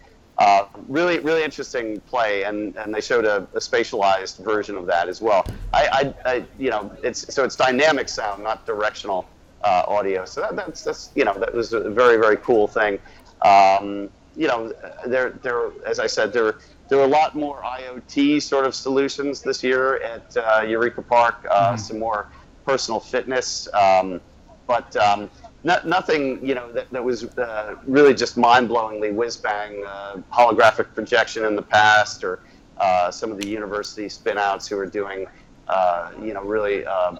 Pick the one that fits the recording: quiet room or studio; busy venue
busy venue